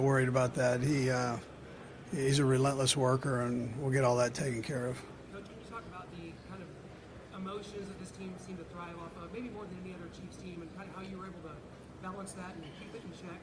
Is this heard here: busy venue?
yes